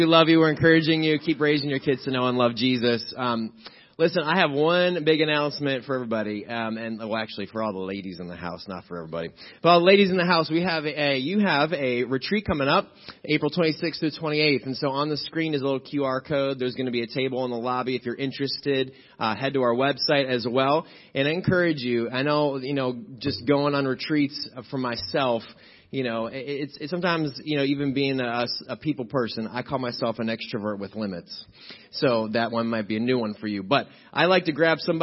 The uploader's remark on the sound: Crossroad Ministries Live Service